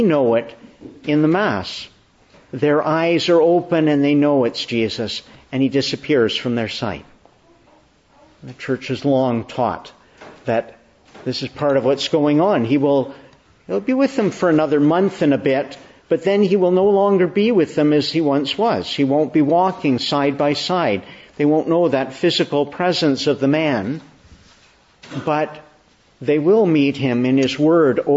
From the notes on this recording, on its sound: Morning Service. Preached in the Annunciation of the Blessed Virgin Mary, Ottawa, Easter 3, 2023.